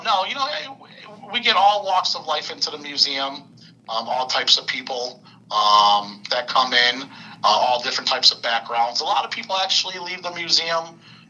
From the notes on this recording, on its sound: Recorded at via phone in Grand Rapids, Michigan, and Mt. Clemens, Michigan.